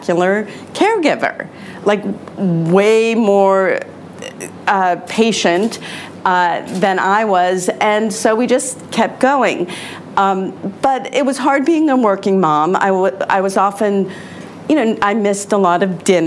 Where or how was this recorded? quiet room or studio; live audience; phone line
live audience